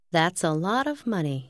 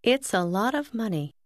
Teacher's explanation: Bạn cũng lưu ý rằng that's thường nhấn mạnh hơn. · Shown in: first take